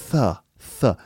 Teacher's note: the tip of the tongue sticks out just over the top row of teeth